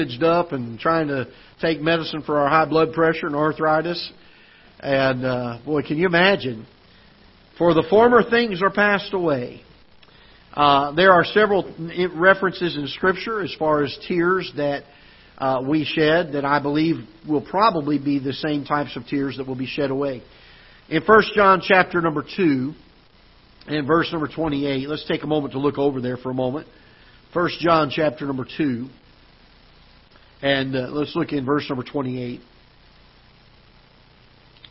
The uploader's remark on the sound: Ketha Heights Baptist Church ~ Live Broadcast